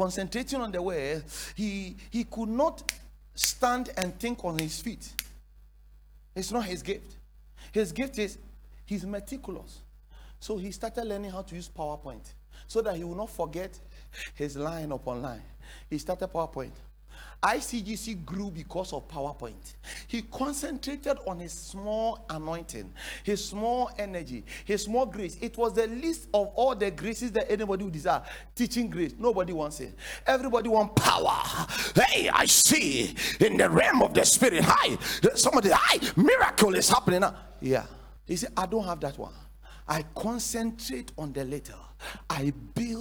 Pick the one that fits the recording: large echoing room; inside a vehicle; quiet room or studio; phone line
large echoing room